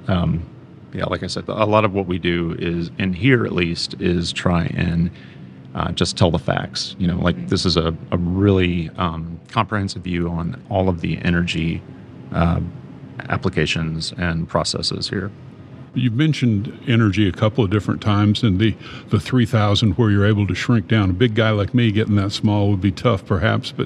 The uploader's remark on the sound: at the Wiess Energy Hall located at the Houston Museum of Natural Science